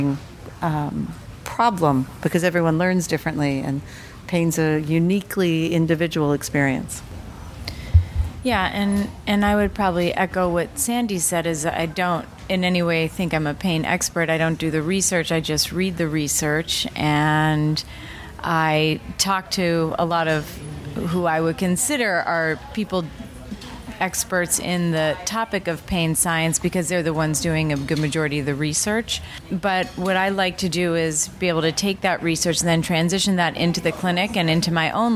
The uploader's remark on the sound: LIVE from the Combined Sections Meeting in New Orleans, Lousiana